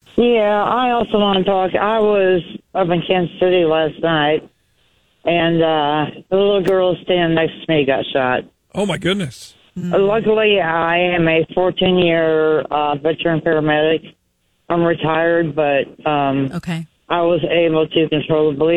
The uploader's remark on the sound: a retired Army medic and EMT called